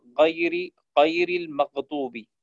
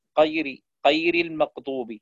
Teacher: يعني يقرب حرف الغين إلى القاف · Shown in: second take · Term: خلط صوت الغين بالقاف